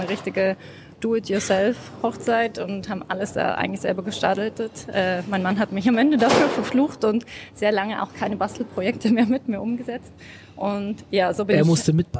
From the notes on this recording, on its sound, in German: die auf der Campixx 2023 in Berlin aufgenommen wurde